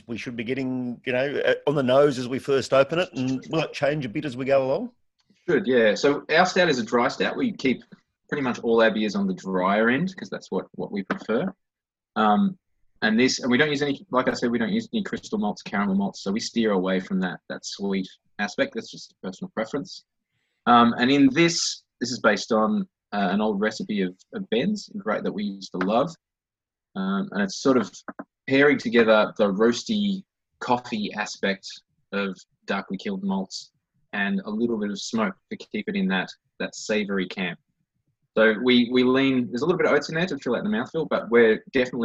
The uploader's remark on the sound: Online Meet the Brewers. We welcome Watts River Brewing into the Coolroom Zoom Room.